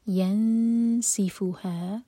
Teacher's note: اخفاء جب کریں گے تو سین کے لیے زبان تیار اور 2 سیکنڈز کا ٹائم